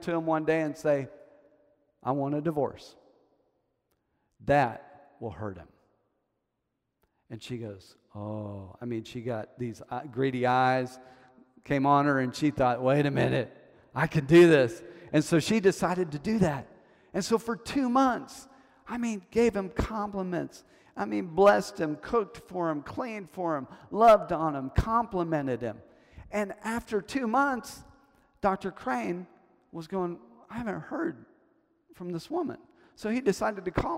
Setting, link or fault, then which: setting, large echoing room